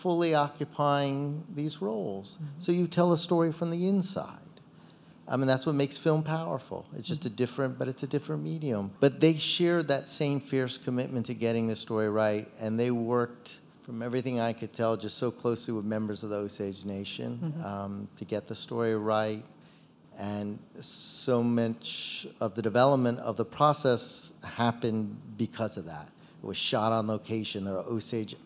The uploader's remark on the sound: live at Barnes & Noble Union Square